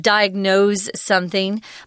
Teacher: diagnose here is pronounced with a Z, although they spell it with an S.